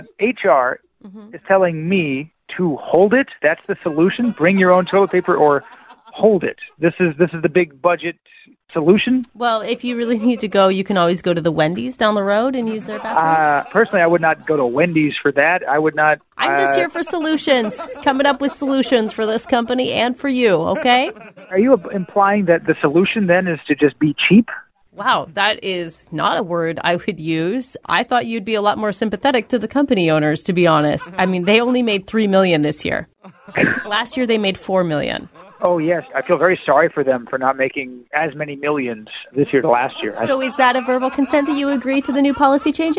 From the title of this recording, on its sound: Phone Tap